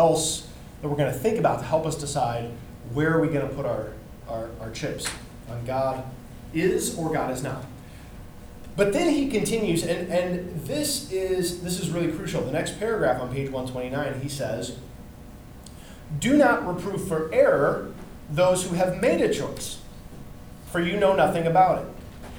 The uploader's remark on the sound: This is a recording of an in-class session, so it's a bit longer than the other episodes, and you can hear some good student questions and interactions as well.